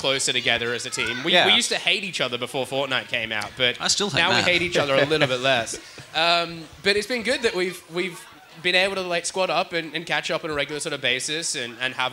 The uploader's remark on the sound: Live at Federation Square